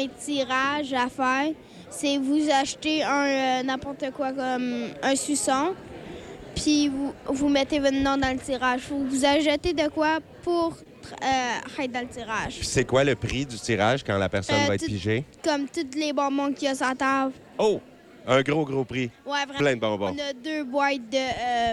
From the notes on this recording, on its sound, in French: en direct du marché de Noël de l'école Marie-Gaétane de Kedgwick